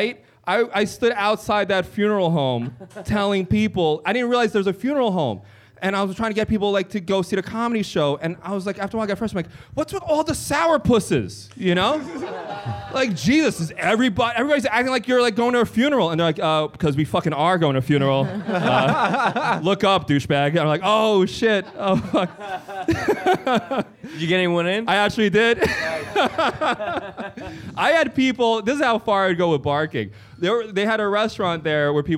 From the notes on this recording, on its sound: Recorded live at the Museum of Sex Play Lounge!